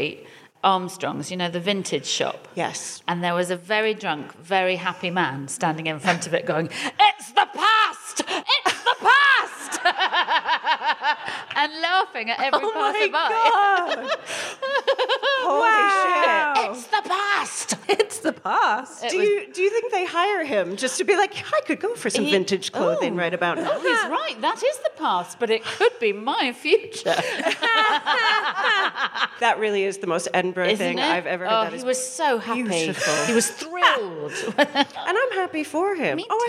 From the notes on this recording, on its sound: We then hear from a member of the audience